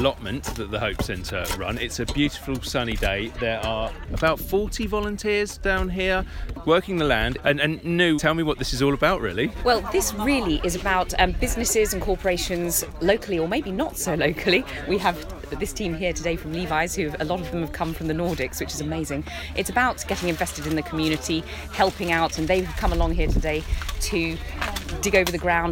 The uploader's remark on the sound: I went on a whistle-stop tour of just some of these services. We started at Hope's Abington Street based pop-up shop.